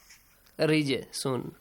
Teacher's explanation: Echo the sound. When jim is silent, has a sukun on the top, make a قَلْقَلَ sound. Echoing sound.